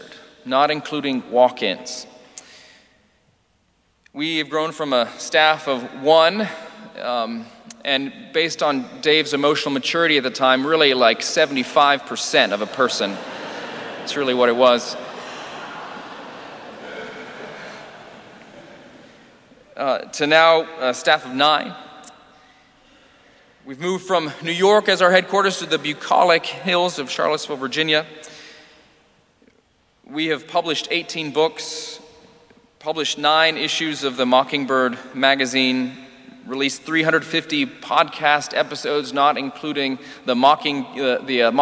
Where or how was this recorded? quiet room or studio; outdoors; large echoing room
large echoing room